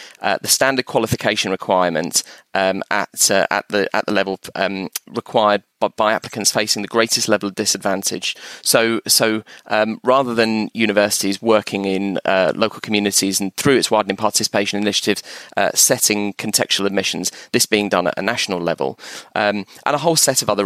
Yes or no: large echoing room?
no